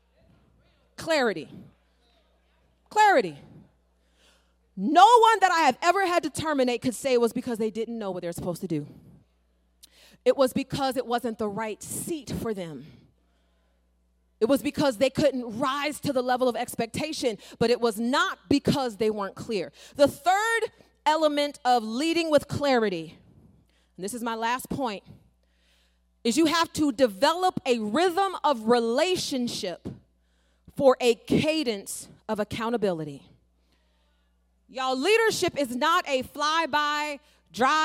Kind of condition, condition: setting, live audience